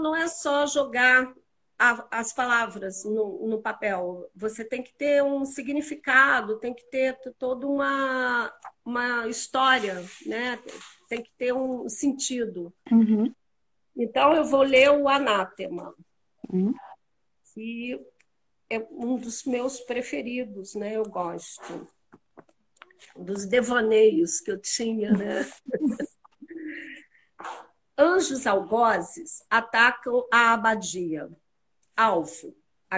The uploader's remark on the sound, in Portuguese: Áudio da Live feita no Instagram